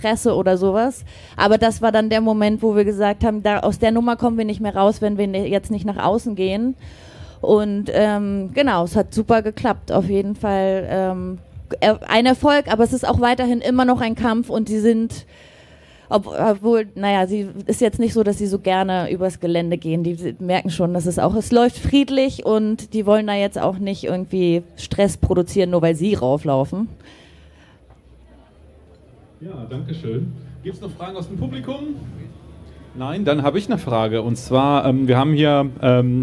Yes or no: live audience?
yes